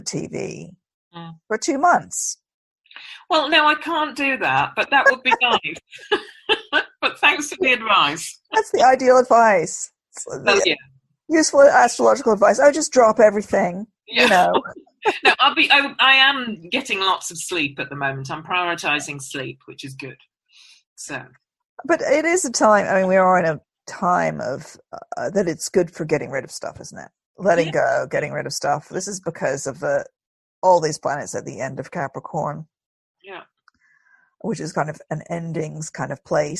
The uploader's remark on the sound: We're still recording our podcast over zoom from Oxford and Guildford so please excuse a few little glitches.